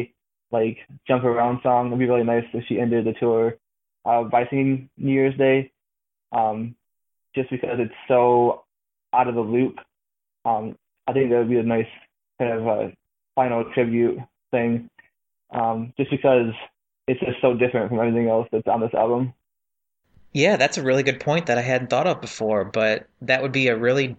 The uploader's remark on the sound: A number of our devoted and ruthless listeners took a short break from their jam sessions to hang out with us on our live call-in on Sunday!